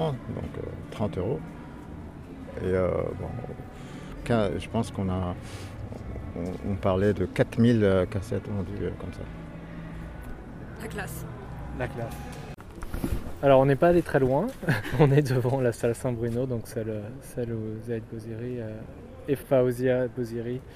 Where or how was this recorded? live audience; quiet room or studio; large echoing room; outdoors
outdoors